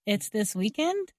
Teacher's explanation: So it's not really in the question form, where we usually change the order of the subject and verb. Instead, here we are using the same word order, but adding rising intonation to clarify we heard correctly · Restating using intonation to clarify what you heard. And you did that by raising your voice at the end of a sentence